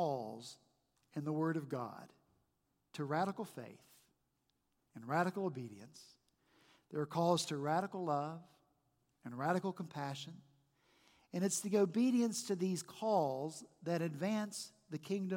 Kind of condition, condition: setting, large echoing room